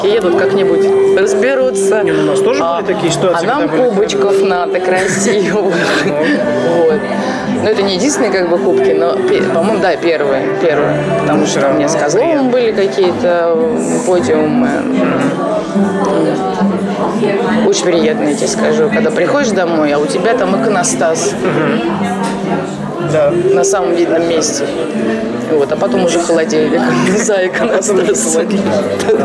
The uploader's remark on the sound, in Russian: Сегодняшний выпуск был записан на встрече в уютном кафе.